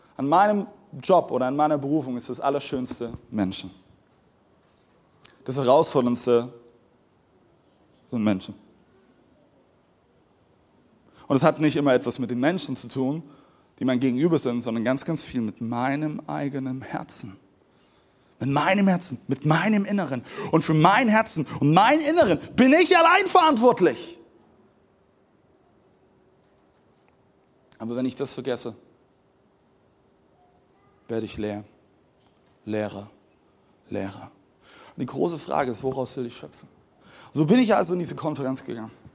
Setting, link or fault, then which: setting, large echoing room